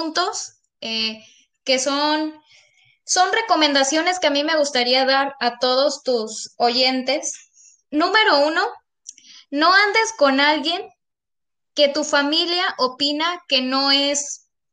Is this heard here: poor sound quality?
yes